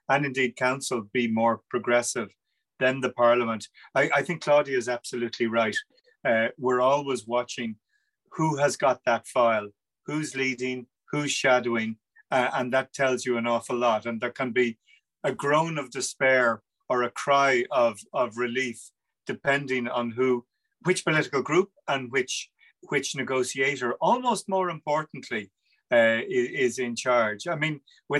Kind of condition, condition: link, video call